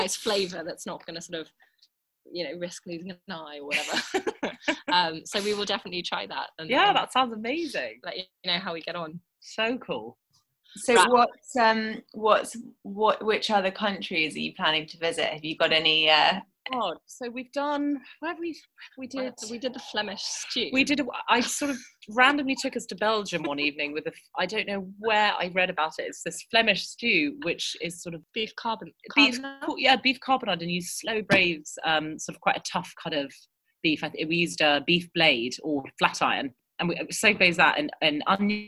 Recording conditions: video call